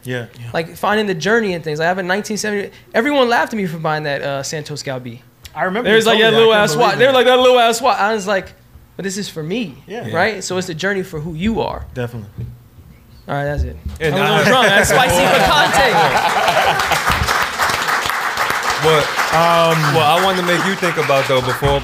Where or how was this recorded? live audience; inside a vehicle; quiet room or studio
live audience